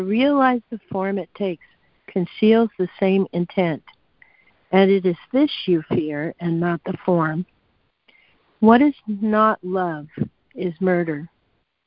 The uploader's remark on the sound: ACIM Daily Conference Call